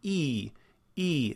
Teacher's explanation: If, again, you'll make that sound E, E, you'll notice that the back of your tongue is lifted up towards the top of your mouth.